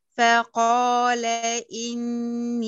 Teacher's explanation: افتحي القاف على طول، ما تدينيش كانها مشدده، ما تقولش فق، لا تقفي عليها، فق على طول افتحي.